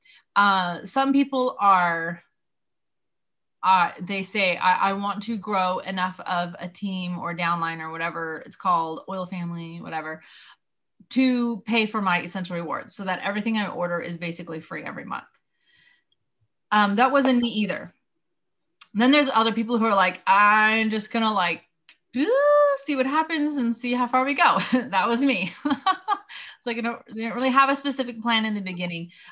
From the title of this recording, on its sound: First Zoom of 2021!